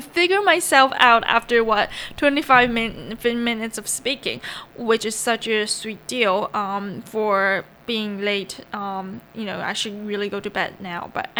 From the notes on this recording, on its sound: sorry for the lurking buzzing noice